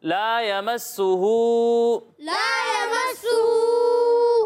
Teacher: مد منفصل ہو رہا ہے، تو اسے جو ہے وہ دو یا ڈھائی الف کے برابر کھینچنا